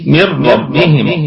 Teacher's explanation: لأن النون تدغم مع حرف الراء بغير غنة إدغاما كاملا بغير غنة. من ربهم فهذه النون ثابتة رسما محذوفة حكما.